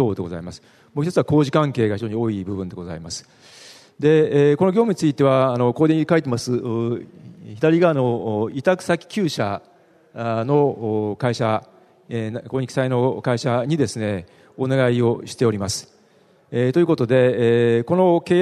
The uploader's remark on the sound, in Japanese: 東京証券取引所で開催した「J-REITファン2016」に登壇した日本賃貸住宅投資法人のIRセミナー。